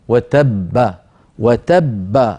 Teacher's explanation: الباء الأولى مدغمة والباء الثانية مقلقلة